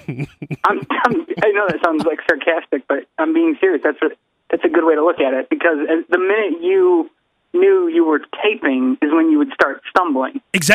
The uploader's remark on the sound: Long drive phone conversations.